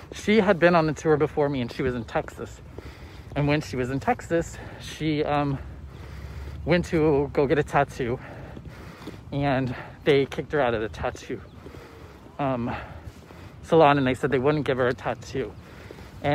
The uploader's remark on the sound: walk and talk